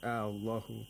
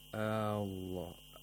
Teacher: We lengthened the long vowel to 6 vowel counts. · Shown in: second take